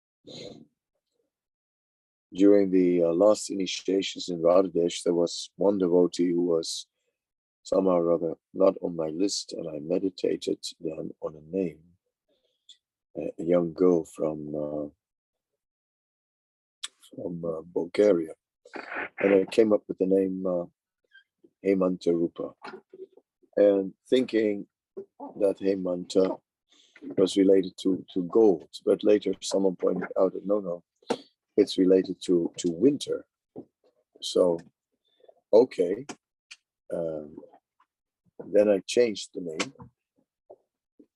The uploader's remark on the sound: Zoom Meeting